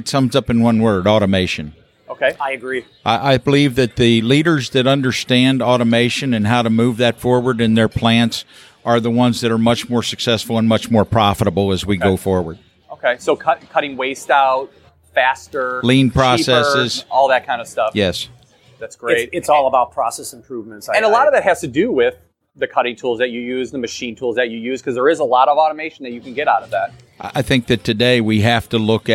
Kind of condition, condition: setting, busy venue